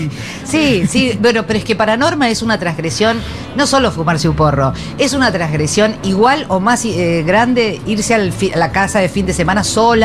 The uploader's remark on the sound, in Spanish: Segurola en vivo en Yunta Bar by Futurock FM.